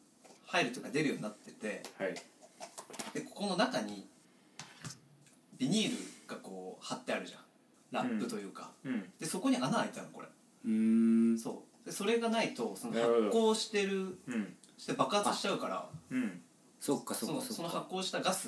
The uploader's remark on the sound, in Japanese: みんなちょっと酔っ払っててへべれけです。家で収録してたので声が大きめです。